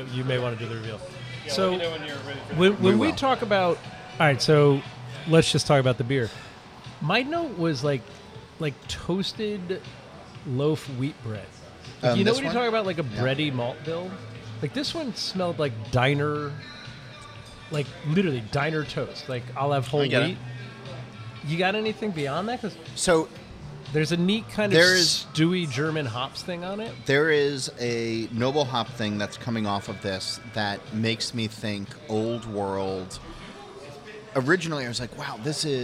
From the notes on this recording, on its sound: We’re hitting this road this week for the first of four Philly shows recorded last week at Human Robot’s new spot along the Schuykill River.